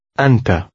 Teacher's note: The Fatha at the end of the word is pronounced, so the word will end with a vowel sound.